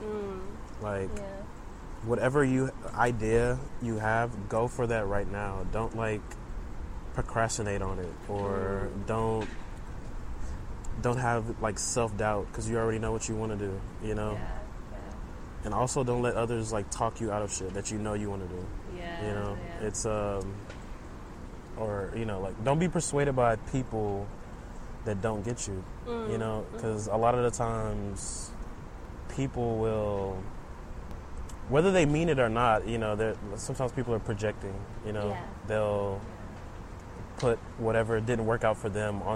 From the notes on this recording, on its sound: Episode recorded at Buffalo Bayou, Houston